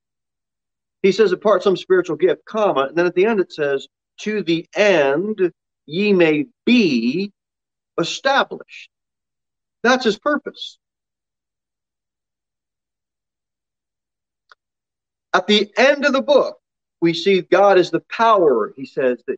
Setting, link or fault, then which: setting, large echoing room